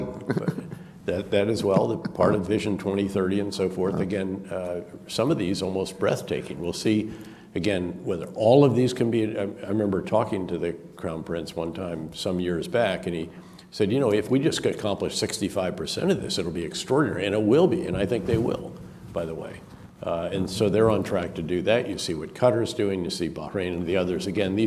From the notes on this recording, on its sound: This public lecture was conducted both in-person and via Zoom